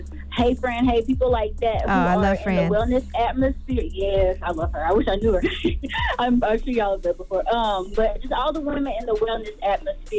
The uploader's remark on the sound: Today on the show we opened up the phone lines to see if any of our listeners.